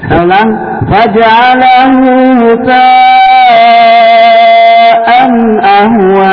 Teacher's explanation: Tadi sini baca 4-5 harokat Bapak. Ya. Panjang, harus panjang.